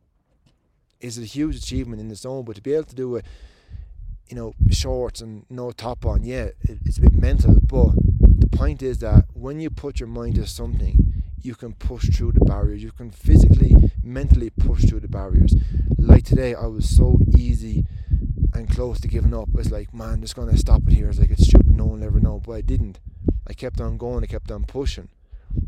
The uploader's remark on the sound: In this episode I'm live on Mount Everest recording this